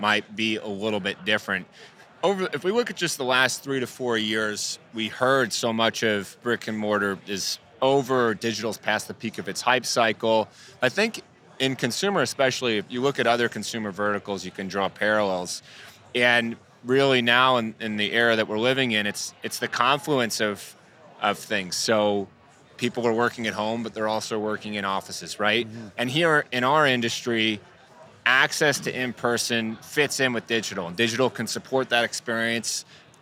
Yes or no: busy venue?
yes